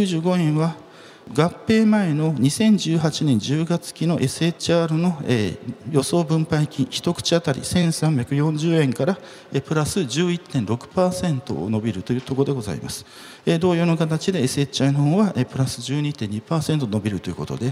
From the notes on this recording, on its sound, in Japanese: 2月24日に東京証券取引所で開催した「J-REITファン2018」に登壇した。